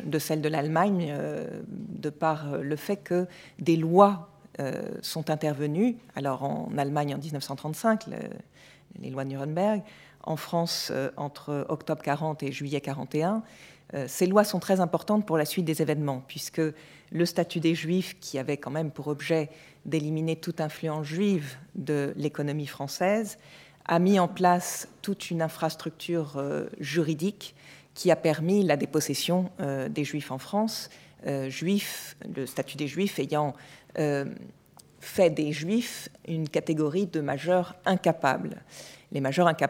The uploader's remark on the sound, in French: enregistrée le 3 juin 2016 dans le cadre du colloque « Patrimoines spoliés.